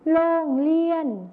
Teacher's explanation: ในภาษาไทยมาตรฐานนะครับจะใช้รอเรือนั่นเองส่วนในภาษาถิ่นอีสานจะใช้รอลิงนั่นเองครับ